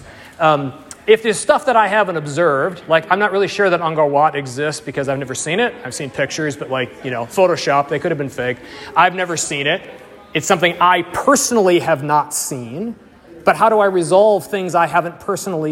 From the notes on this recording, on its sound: Audio and slides from the third lecture in the series, delivered 19 February 2020 in Bamberg, Germany.